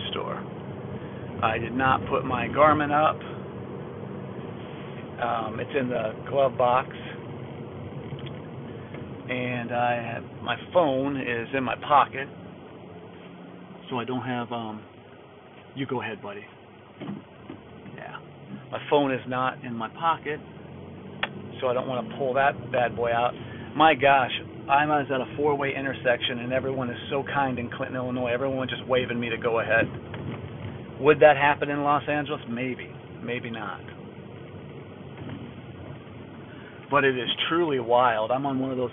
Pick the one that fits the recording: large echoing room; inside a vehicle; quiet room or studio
inside a vehicle